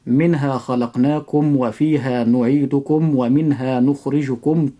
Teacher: لاحظ عند حرفي الواو والفاء أن يكون الإظهار أشد من باقي الحروف